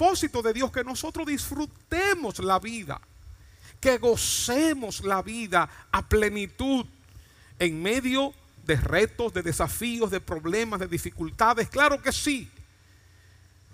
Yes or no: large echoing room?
yes